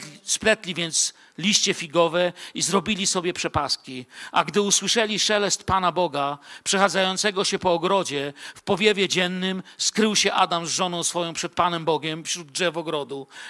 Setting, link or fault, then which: setting, large echoing room